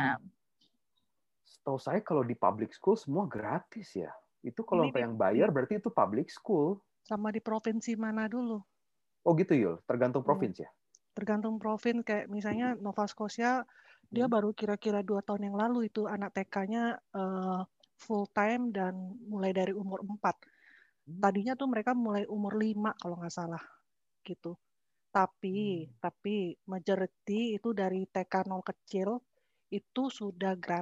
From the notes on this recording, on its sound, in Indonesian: Sukaaaaa sekali zoom kali ini.